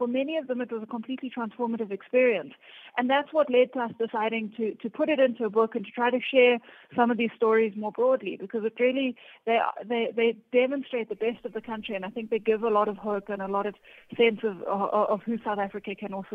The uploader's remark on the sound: Guest on the line